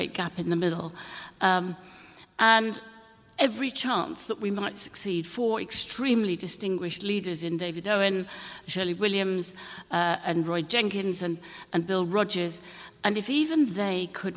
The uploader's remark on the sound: Political debate and discussion from Leeds Minster with a panel.